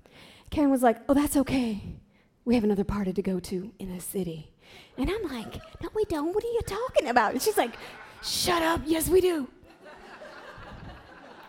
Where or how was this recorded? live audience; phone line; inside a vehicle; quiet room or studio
live audience